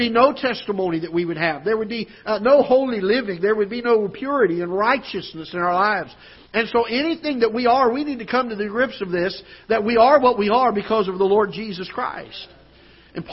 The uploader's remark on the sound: Ketha Heights Baptist Church ~ Live Broadcast